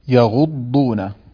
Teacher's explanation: فعندما ننطق يغضون يغض، ننطق الضاد الساكنة التي تخرج من حافتي اللسان مع ما يليها من الأضراس العليا، يغضون عند الضاد الساكنة معها استطالة، يغضون أصواتهم، ثم ننطق بضاد مضمومة متحركة.